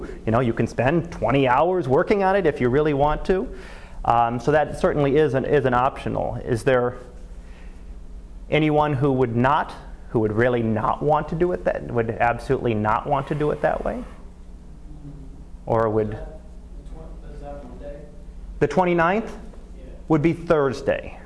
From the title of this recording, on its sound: Live Class Lecture